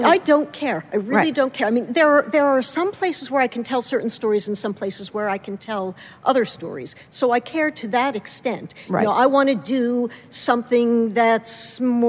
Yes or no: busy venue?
yes